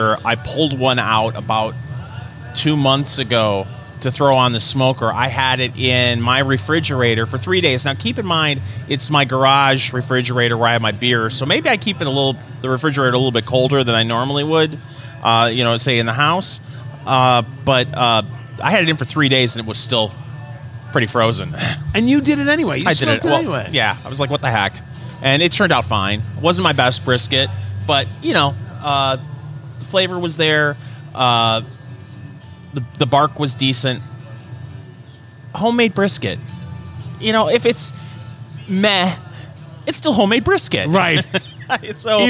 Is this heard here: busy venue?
yes